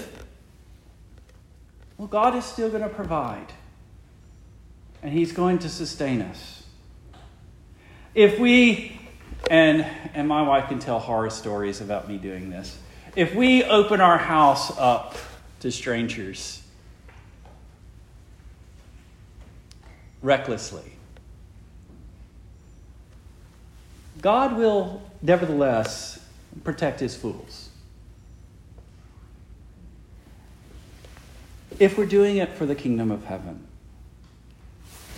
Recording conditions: large echoing room